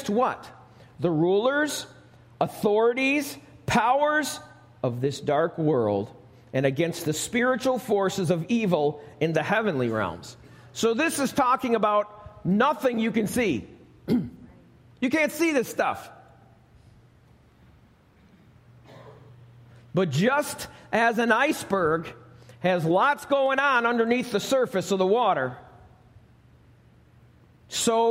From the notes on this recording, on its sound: Recorded live at Alabama Full Gospel Fellowship - The Lighthouse. 5329 Gravel Rd., Medina, New York 14103.